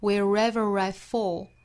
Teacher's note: I fall. Wherever 这个词中间包含一个小 re 的音连贯，读成 wherever.再跟后面的 I 一连读呢，中间又连贯一个小 re 的音 wherever I fall.所以这两个词连在一起读是有一点点难度的啊，尤其对 re 这个音发不好的同学。 Wherever I fall,在语音理论里呢，这叫做 linking r,连读会产生的一个小的 r 的发音。